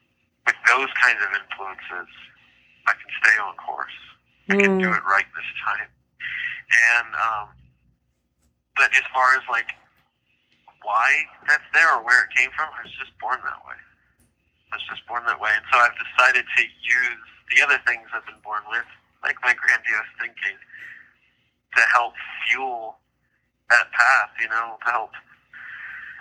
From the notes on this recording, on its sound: phone interview